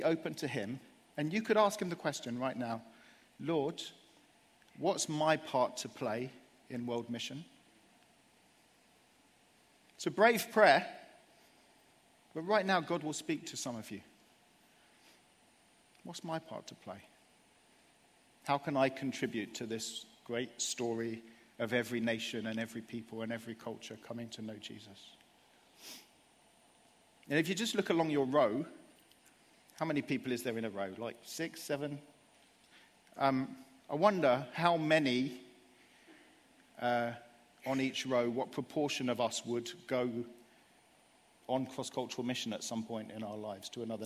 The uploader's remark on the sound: Live at Project 23